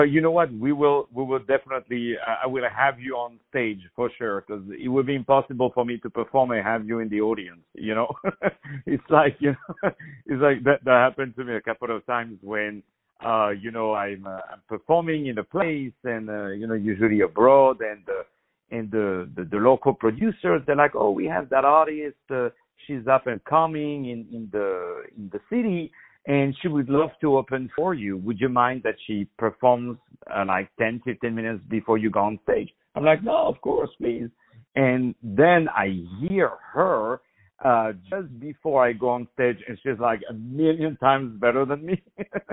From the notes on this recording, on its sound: On the phone